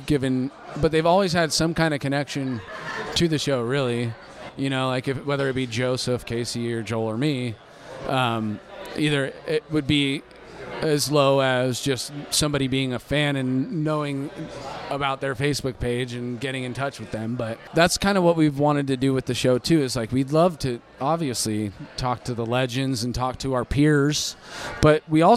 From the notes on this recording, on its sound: Recorded at The Monk's Cellar in Roseville, CA.